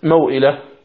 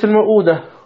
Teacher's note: قال المؤلف تنبيه: لقد استثنى ورش من مد البدل كلمتين هما موئلا والموؤودة، موئلة والموؤودة، يعني كلمة موئلة تقرأ بالقصر والموؤودة تقرأ بالقصر، لأن إذا نظرنا إلى كلمة موئلة نجد واو ساكنة قبلها فتح وبعدها همز، هذه هي صورة مد اللين